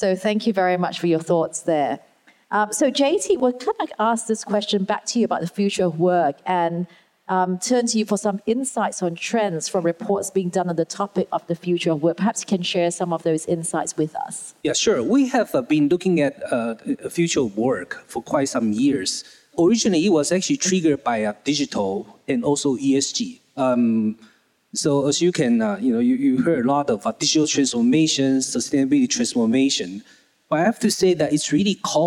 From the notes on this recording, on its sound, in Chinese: 四位「偶像」太愛也太會聊天導致氣氛太熱絡，我們不知道怎麼才能把現場的笑聲剪掉！